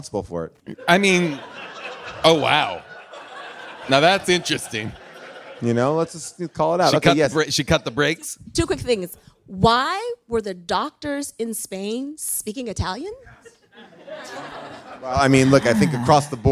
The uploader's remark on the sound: LIVE from Largo in Los Angeles